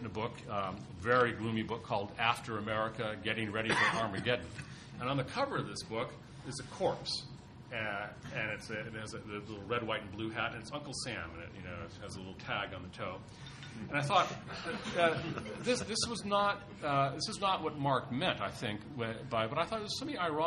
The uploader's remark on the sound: TNC/SAU Conference.